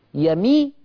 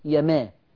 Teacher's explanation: طبعا عندي يومي إذ ويوم إذ، قلنا أن حركة الميم في الأولى، حركة الميم في يومي إذ مكسورة، ويوم إذ حركة الميم مفتوحة